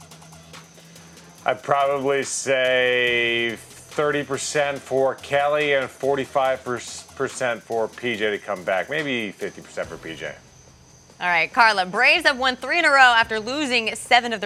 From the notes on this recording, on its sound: Live from Spartanburg Panthers Training Camp